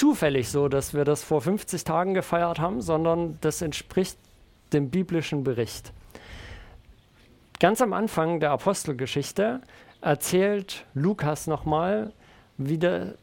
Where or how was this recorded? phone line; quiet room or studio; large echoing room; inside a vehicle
large echoing room